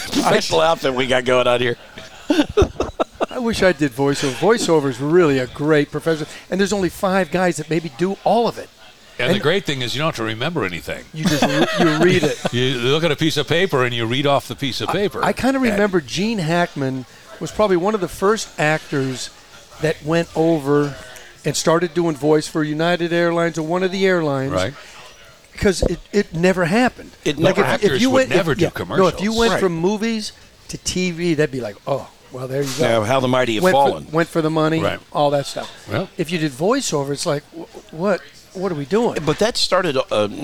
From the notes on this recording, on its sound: Another chapter from The Center of the Coachella Valley Universe - Skip Paige’s Little Bar in Palm Desert. Another chapter from The Center of the Coachella Valley Universe - Skip Paige’s Little Bar in Palm Desert.